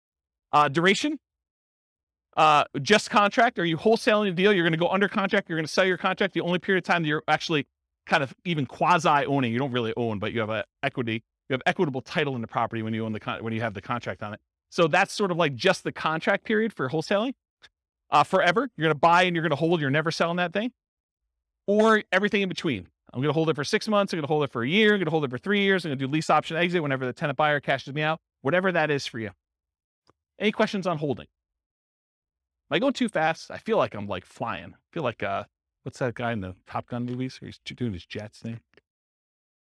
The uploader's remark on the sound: This was a live class recorded